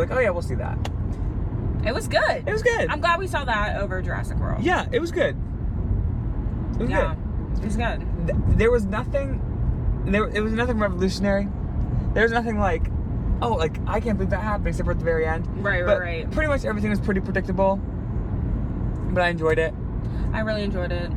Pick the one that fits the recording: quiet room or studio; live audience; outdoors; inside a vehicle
inside a vehicle